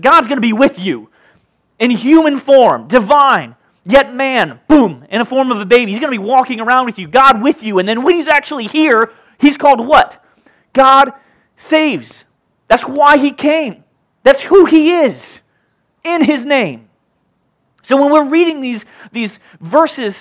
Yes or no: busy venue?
no